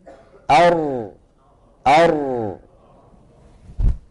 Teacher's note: اللسان الله يسلمكم يتقعر هكذا، يتقعر، ولما يقرع ما يحاذيه من الحنك الأعلى يبقى في الوسط فجوة يمر منها صوت ضئيل